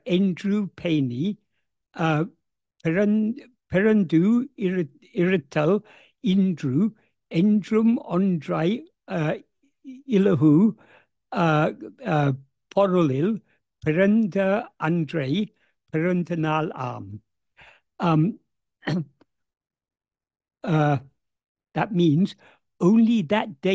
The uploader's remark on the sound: In a Zoom meeting with Sri Ramana Center, Houston